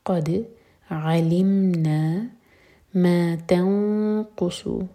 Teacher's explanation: قاف کے لیے اخفاء اور صاد ہیوی